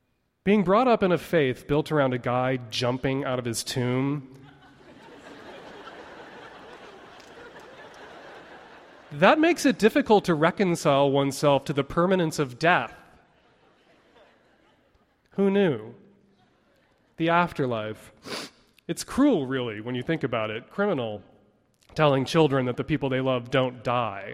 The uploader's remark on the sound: A live episode of the radio program, including stories told on stage